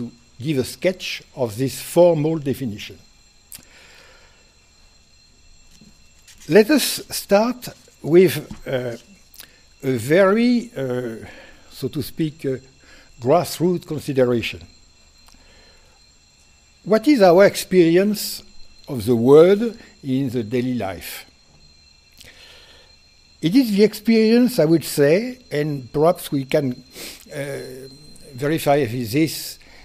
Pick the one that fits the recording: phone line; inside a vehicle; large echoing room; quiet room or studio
large echoing room